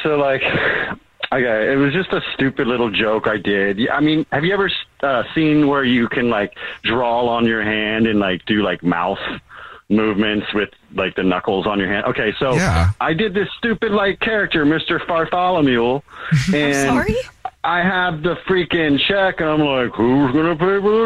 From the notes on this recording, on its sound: We get that other person on the phone